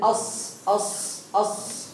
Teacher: الصفير يعني الحروف الثلاثه دول، الصاد والزاي والسين، الصفير مستكن منه من طرف اللسان ومن فوق الثنايا السفلى، من طرف اللسان مع اطراف الثنايا العليا والسفلى